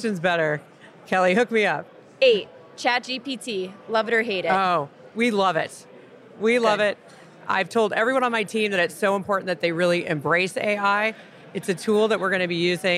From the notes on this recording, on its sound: From the show floor at #B2BSMX.